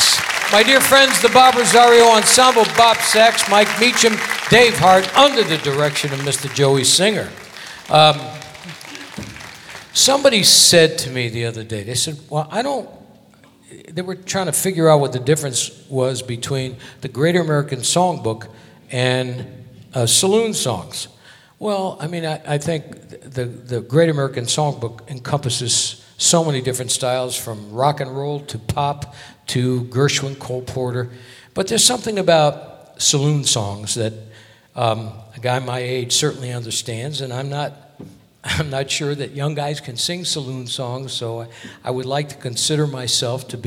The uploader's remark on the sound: Live at the SouthPoint Casino